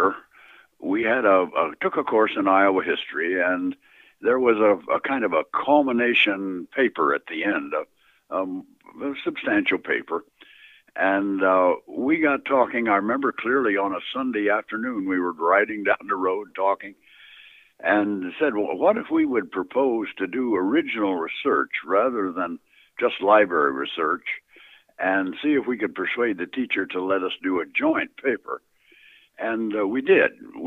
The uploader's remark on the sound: Misfit Apparitions continues its series on the Villisca Ax Murder House with the first of a three-part phone interview with Dr.